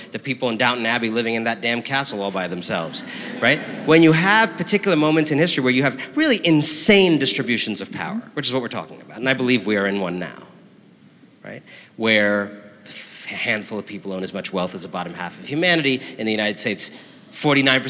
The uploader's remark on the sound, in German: live beim House of Beautiful Business in Lissabon, Portugal